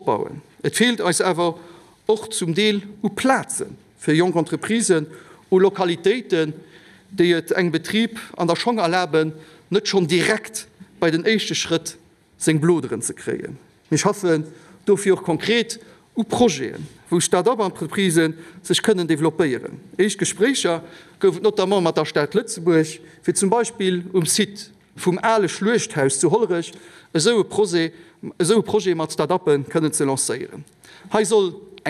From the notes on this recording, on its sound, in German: live aus der Chamber